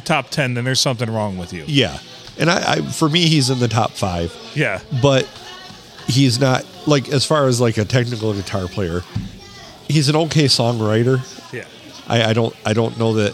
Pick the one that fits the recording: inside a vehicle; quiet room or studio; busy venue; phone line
busy venue